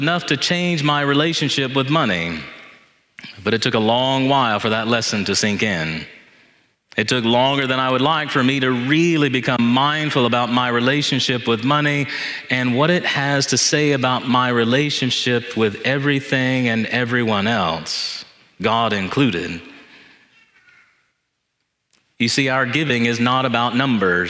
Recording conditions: large echoing room